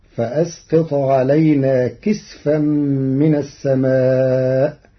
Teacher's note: قرأ ورش كلمة كسفا بإسكان السين فتصير فأسقط علينا كسفا من السماء، على أنه اسم جمع كسفة كسدرة وسدر.